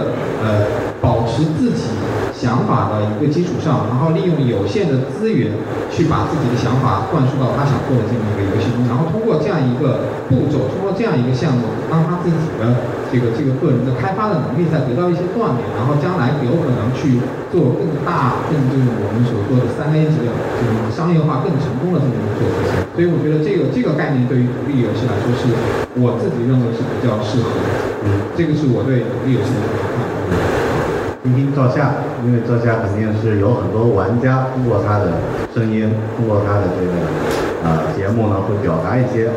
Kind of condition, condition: fault, poor sound quality